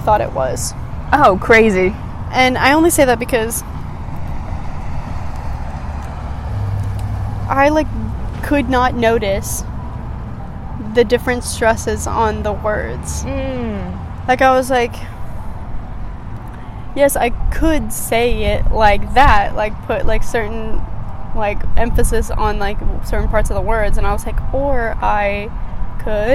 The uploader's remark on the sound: This week we take a walk